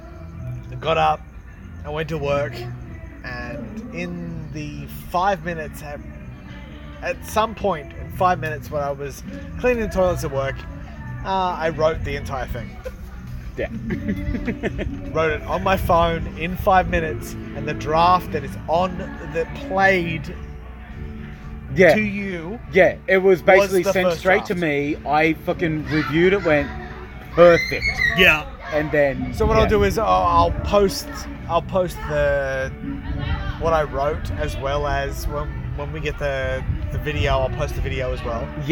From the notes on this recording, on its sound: LIVE from outside